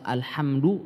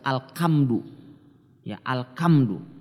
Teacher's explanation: Sebagian orang misalnya membaca alhamdu, dia baca alkamdu.